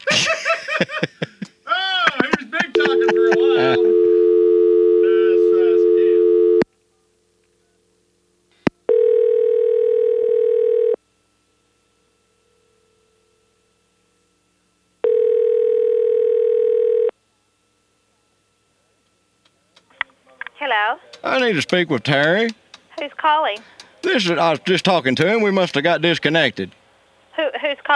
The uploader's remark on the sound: Prank Phone Calls Collection